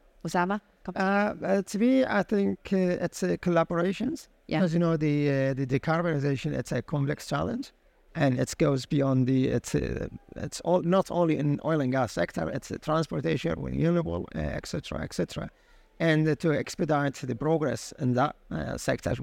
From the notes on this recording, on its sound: Recorded live at ADIPEC 2023